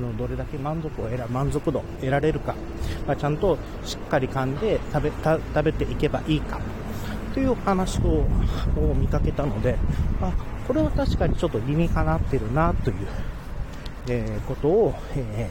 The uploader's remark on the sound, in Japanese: Radiotalk。散歩？ウォーキング？しながらポケ活しつつ、風切り音対策しながらまとめて収録したもの。